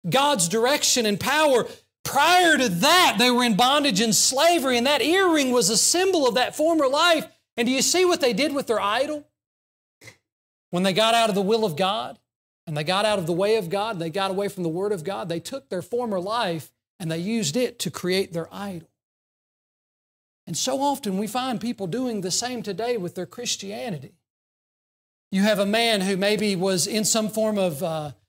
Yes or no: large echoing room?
yes